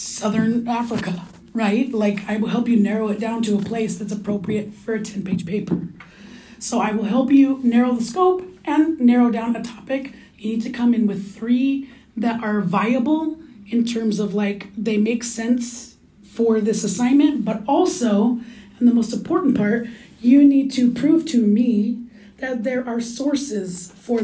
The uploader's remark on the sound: In-Class Lecture